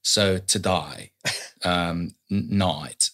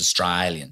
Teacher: He says A as an I, so he says Australian.